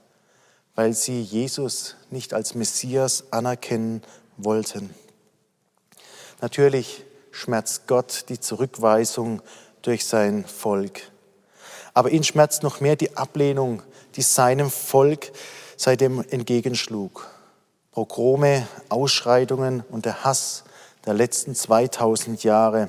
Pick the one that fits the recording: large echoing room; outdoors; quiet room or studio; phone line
large echoing room